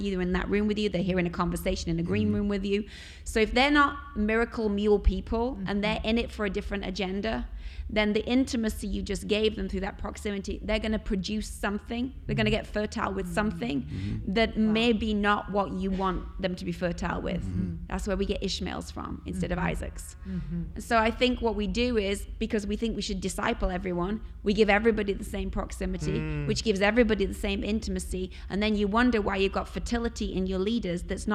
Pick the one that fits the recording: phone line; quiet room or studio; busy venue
busy venue